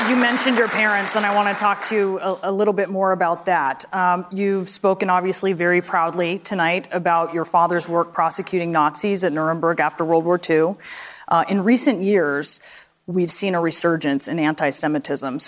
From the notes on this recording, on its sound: live town hall